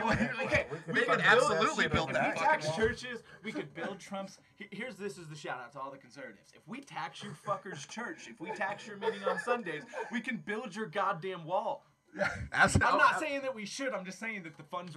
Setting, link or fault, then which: fault, hum or buzz